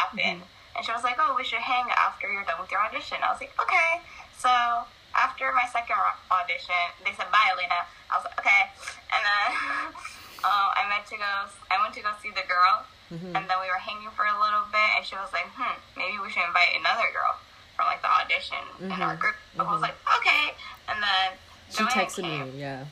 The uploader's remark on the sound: apologies for the background noises/technically difficulties